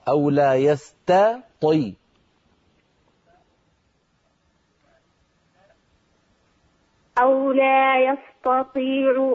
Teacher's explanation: يجب أن ترقق التاء وتفخم الطاء · Term: ترقيق التاء